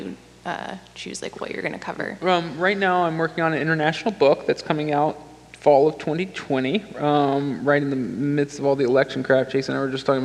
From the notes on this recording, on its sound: On Stage. We kicked off celebrations in Seattle with over 700 people in attendance. I recorded the session for you.